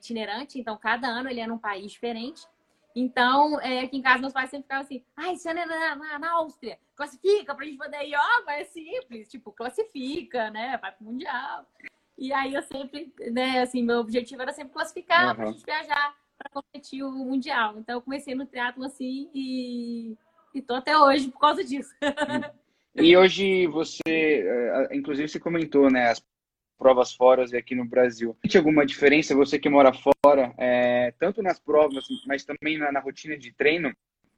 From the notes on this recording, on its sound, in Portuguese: em uma live, que rolou em nosso Instagram no dia 26/05 durante a quarentena